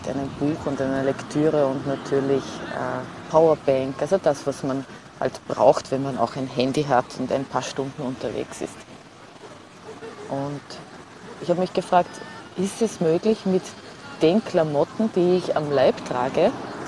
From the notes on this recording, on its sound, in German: Diese Episode kommt direkt von Montmartre in Paris, aufgenommen auf der Wiese am Hügel von Sacré-Coeur sitzend, mit allen Nebengeräuschen des bunten Treibens rund um mich.